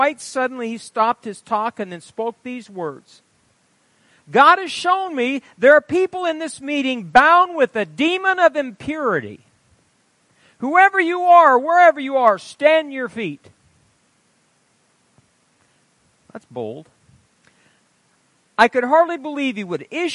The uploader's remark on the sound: Wednesday Night Service - Audio.